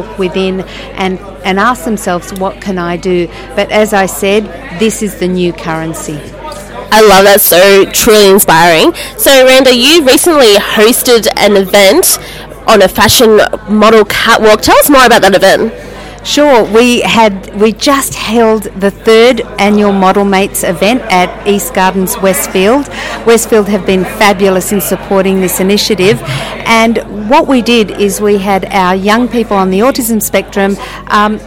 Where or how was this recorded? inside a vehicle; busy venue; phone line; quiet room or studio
busy venue